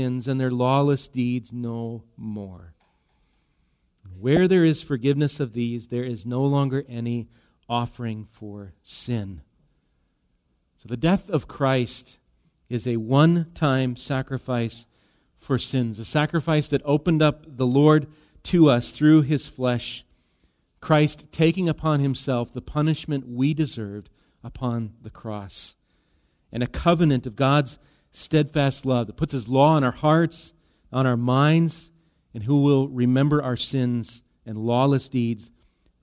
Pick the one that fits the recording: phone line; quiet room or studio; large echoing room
large echoing room